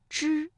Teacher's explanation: 发之的时候，舌尖是上翘的，是抵住了硬腭前部 · Term: 卷舌音